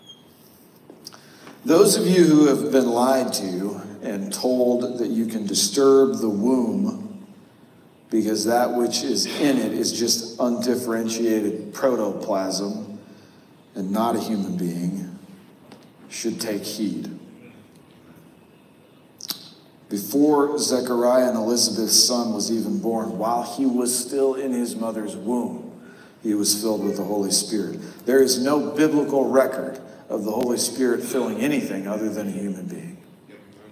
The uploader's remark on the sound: The audio had to be pulled from our live stream due to an error with our audio recording device. The cavernous echo is a bug, not a feature.